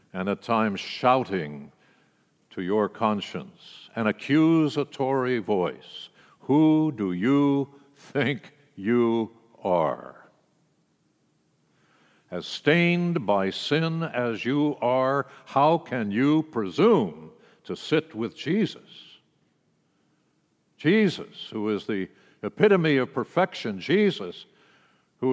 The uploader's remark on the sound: World Communion message delivered during the Traditional Worship service.